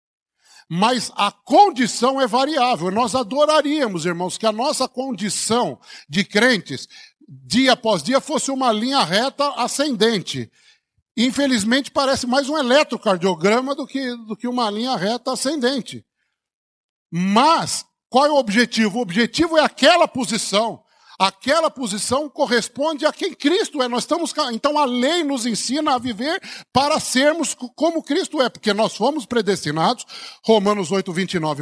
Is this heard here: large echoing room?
yes